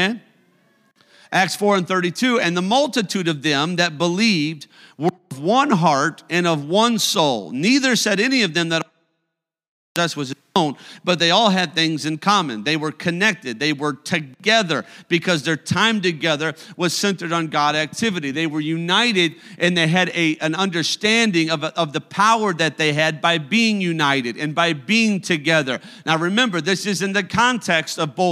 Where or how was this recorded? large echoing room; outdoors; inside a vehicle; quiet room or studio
large echoing room